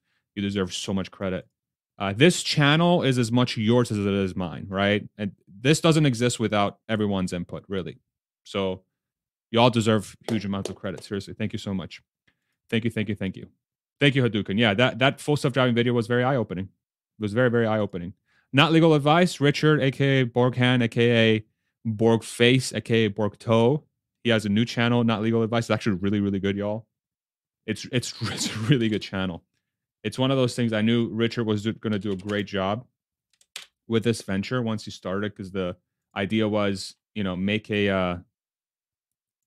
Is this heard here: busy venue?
no